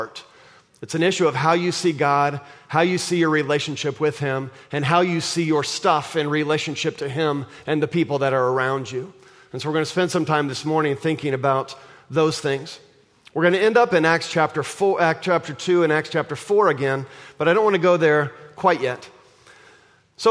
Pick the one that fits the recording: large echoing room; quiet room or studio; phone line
large echoing room